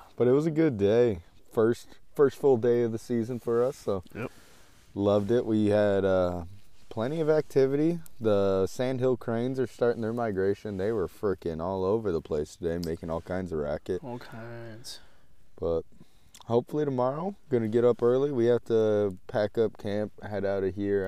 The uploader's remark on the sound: LIVE From the Backcountry Black Bear opening weekend. Live action in the field with plenty of ups and downs.